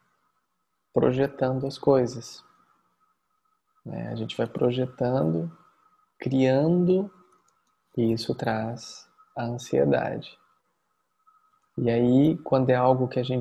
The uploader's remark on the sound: Online via Zoom